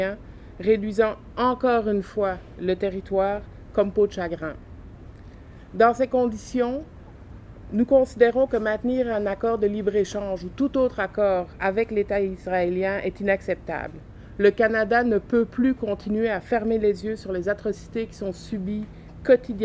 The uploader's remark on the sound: The press conference and interview were recorded on July 22nd 2020 at Casa Del Popolo.